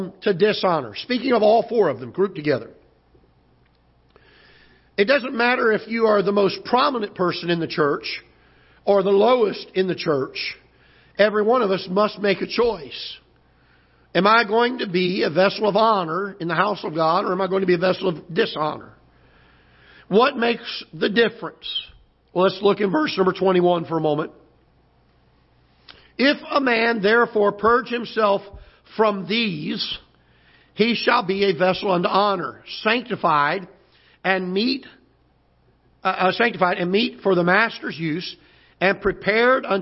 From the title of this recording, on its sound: Ketha Heights Baptist Church ~ Live Broadcast